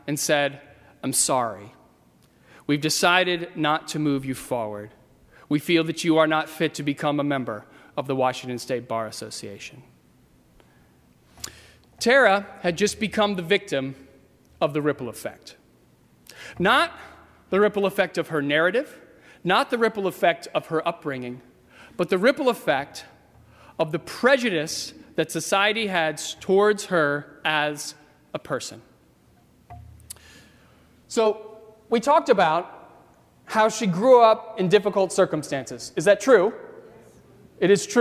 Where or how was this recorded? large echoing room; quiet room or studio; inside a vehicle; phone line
large echoing room